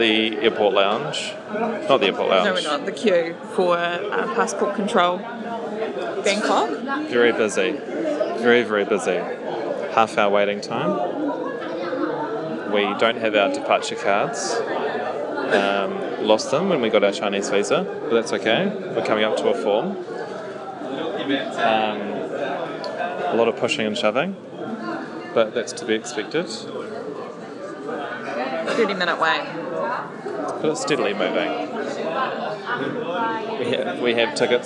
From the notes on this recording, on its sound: Part 1 of the weekend trip to Chengdu China. Hear the sights and sounds of Chengdu China.